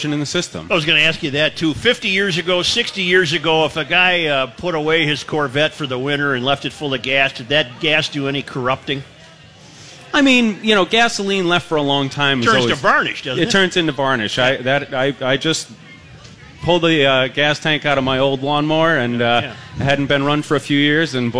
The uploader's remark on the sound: Live at O'Gara's.